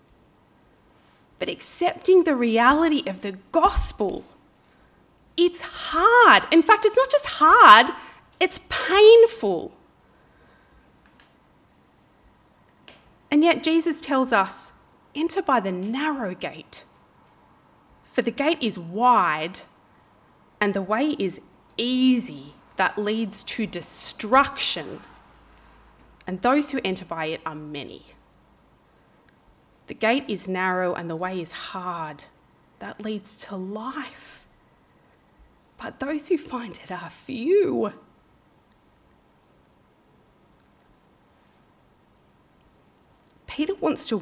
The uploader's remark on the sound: This talk was preached on 19/09/23 at Helensburgh and Stanwell Park Anglican Church.